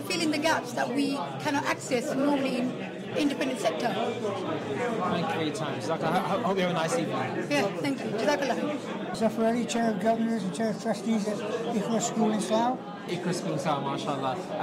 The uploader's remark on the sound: Red Carpet Interviews - AMS 30th Anniversary.